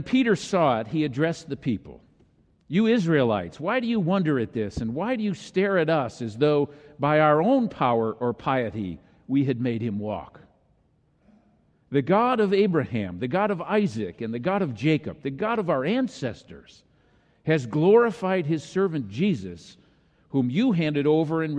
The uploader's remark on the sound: delivered during the Traditional Worship service.